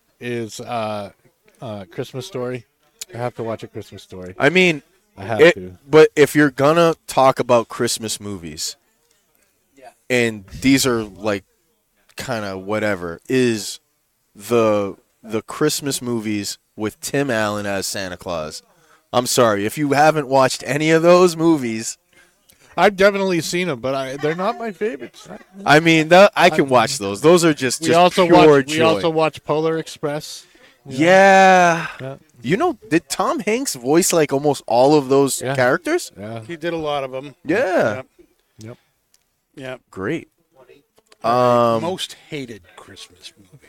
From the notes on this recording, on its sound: Recorded live from the 7-20-4 Lounge!